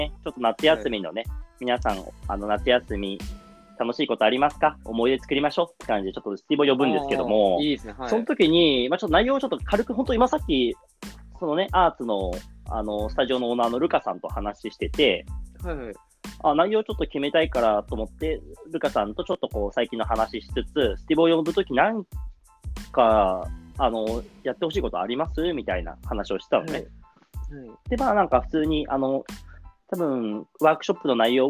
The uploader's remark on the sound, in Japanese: リモート収録